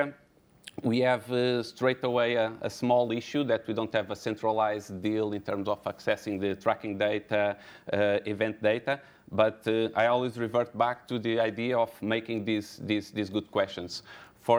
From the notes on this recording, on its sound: Recorded at the 2019 OptaPro Analytics Forum